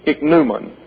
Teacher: Spelled exactly the same, but we pronounce the O as if it were an omega, which sounds like a short O in the English. Ichneumon.